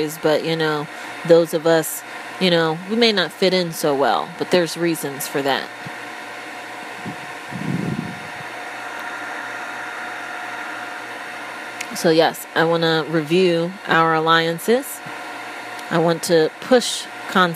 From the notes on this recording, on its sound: Apologies in advance: I seemed to think it was a good idea to record while under the hair dryer?